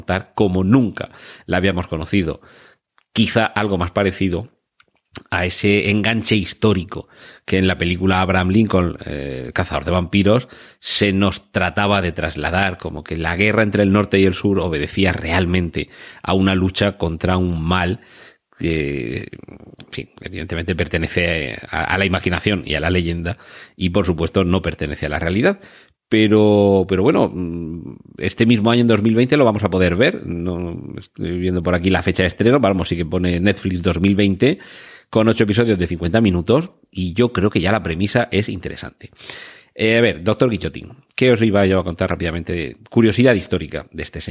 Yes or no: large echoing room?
no